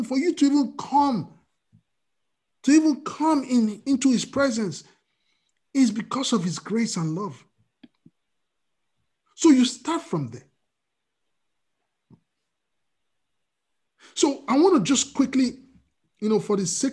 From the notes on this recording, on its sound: We are on Zoom now. Starting Today, Princeton FTLW Church will be having our Sunday services on Zoom.